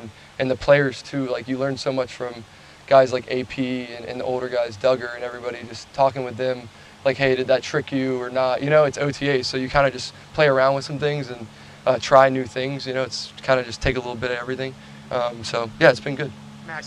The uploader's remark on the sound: addresses the media during his press conference on Monday, June 12, 2023.